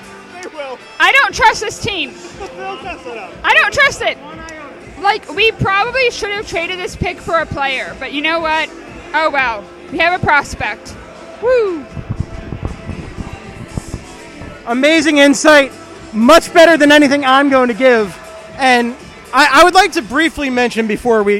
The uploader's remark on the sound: Live(ish) from the 2022 Draft Party